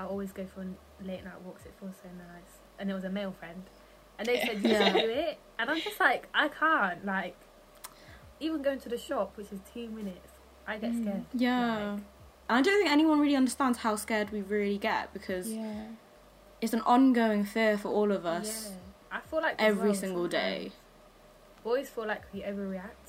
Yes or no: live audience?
no